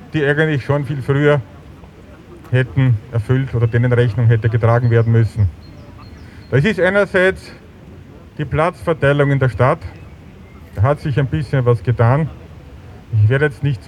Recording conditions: outdoors